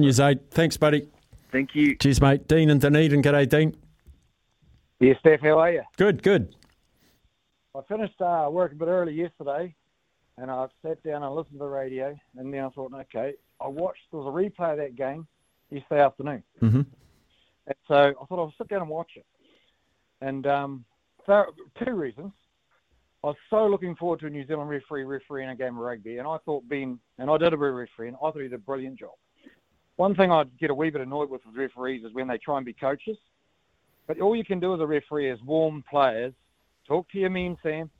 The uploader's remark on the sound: listeners call